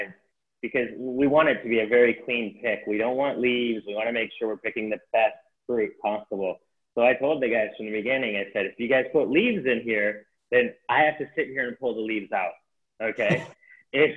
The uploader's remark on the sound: SIP Virtual Wine Tasting and Q&A